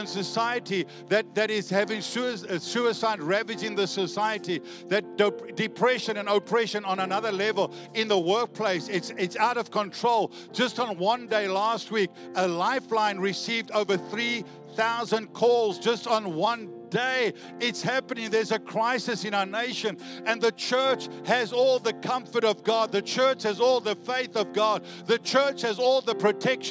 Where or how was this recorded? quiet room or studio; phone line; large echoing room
large echoing room